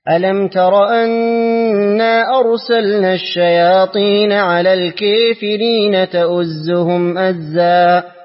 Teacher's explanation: كافرين فيها الإمالة لأبي عمرو